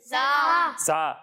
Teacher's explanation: زا میں سیٹی کی آواز آتی ہے